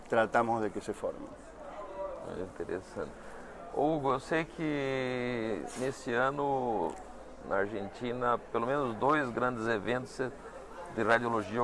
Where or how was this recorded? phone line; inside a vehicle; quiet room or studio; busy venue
busy venue